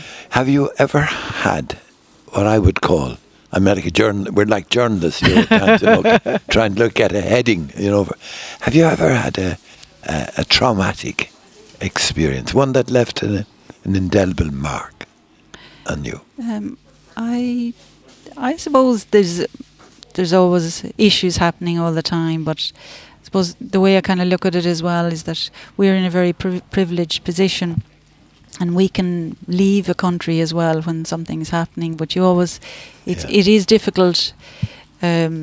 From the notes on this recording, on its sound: Broadcast live Bodyke Festival 2023